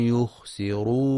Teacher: وينتبه لهمس الخاء والسين في يخسرون مع مراعاة تفخيم الراء المضمومة